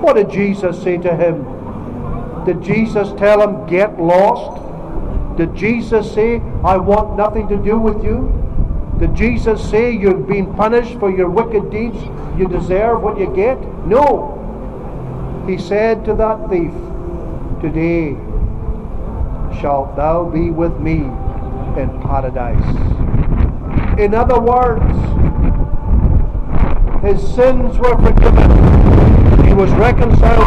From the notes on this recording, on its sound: Open-Air. All the preaching undertaken at Buchanan Street, Glasgow. The recording comes from a bodycam.